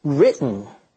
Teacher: even though the T's are surrounded by vowels, the T sound remains intact